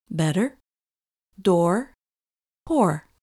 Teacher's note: The thing most people notice is that many Americans pronounce the R sound at the end of words